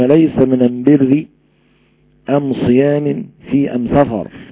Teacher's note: كانت تقرأ بالألف والميم في البداية بدلا من الألف واللام